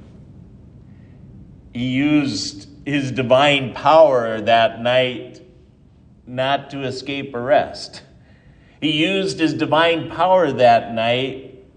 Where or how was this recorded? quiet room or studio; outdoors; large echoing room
large echoing room